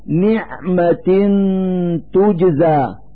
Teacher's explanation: في هذا المثال كسرتان تحت التاء من كلمة نعمة، نلفظ هاتين الكسرتين نونا ساكنة من مخرج التاء من كلمة تجزى، فنقول نعمة تجزى مع إظهار الغنة التي هي الدليل على وجود النون الساكنة.